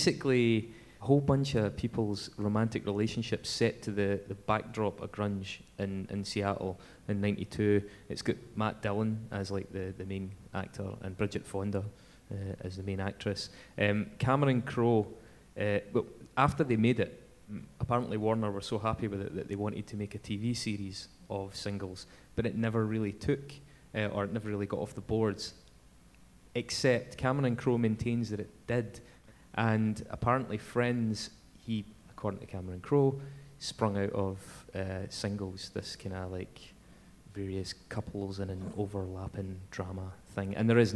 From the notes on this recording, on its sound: We recorded this live at The Flying Duck in Glasgow and a great time was had by all. There were laughs.